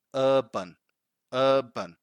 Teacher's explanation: The right pronunciation, both in British and American English, is urban, urban, right? The difference, again, is that in British English, we don't pronounce the R